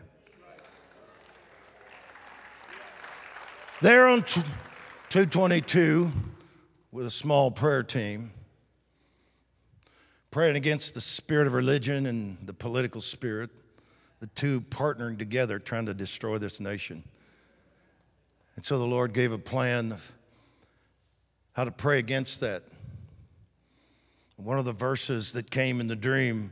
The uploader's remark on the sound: Recorded live at The Hub. The Oasis Church, Middletown Ohio.